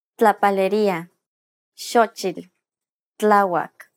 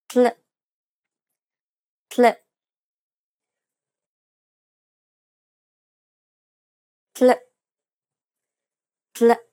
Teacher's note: This consonant sounds like a combination between a T sound and an L sound. Using the tip of your tongue, begin by pronouncing a T sound, and at the moment of release, very quickly transition to an L sound. The trick is to do it very quickly, as to blend the two sounds into one.